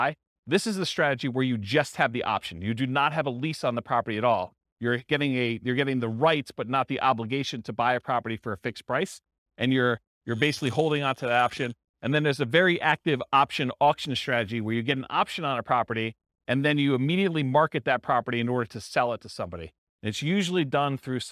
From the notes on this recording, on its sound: This was a live class recorded